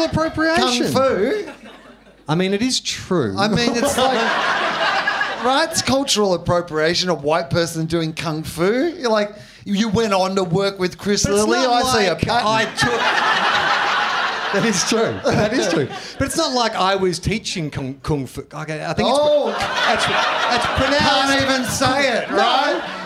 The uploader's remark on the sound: Live in Melb. Deliver a second show to another sold out crowd. Recorded at Basement Comedy Club on Exhibition St, Melbourne.